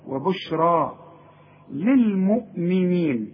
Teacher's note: وبشرى عند الياء بتتحول إلى ألف عند النطق، وبشرى تكتب بالياء، وبشرى للمؤمنين.